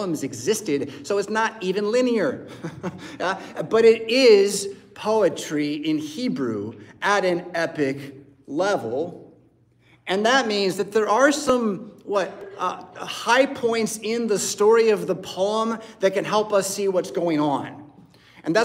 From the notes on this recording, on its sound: Preached at St Paul Lutheran Church , Rockford, Illinois on Sunday December 17th, 2023.